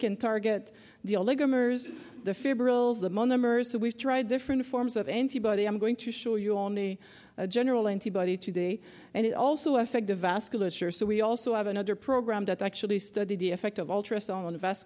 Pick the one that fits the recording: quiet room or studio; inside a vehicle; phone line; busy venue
busy venue